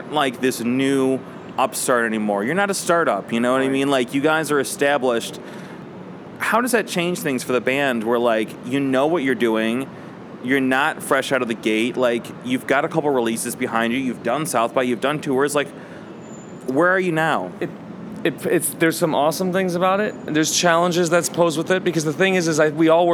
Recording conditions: busy venue